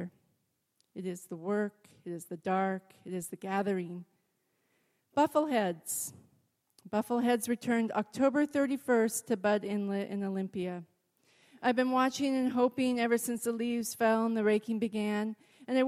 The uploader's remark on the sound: the uncut event Ampersand Live record at Town Hall Seattle